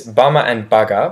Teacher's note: And I might just put in the end here with what a bummer and bugger both of these, bummer and bugger, both words end in ER, and you probably noticed that I don't pronounce the R, like, say, an American who would say bummer or bugger. Australian English rarely ever, in those sorts of cases where something ends in ER, probably never, at least from what I can think of right now, it always gets pronounced as ah.